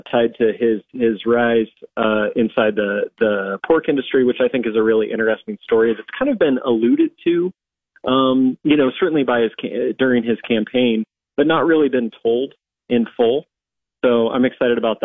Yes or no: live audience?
no